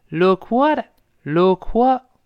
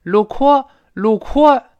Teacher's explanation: 这个 k 没有失去爆破，它是非常轻的，跟这个 what 连到一块儿了 · Shown in: first take · Term: 连读